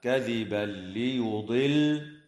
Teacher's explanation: ويدغم التنوين في اللام من غير غنة